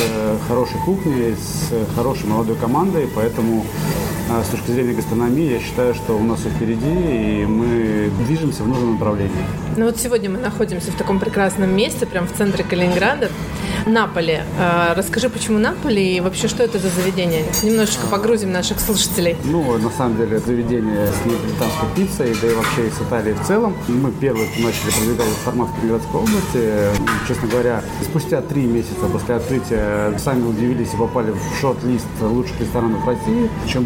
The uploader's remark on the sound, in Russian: Выпуск записан в ресторане "Napoli Gastro" в формате мукбанг!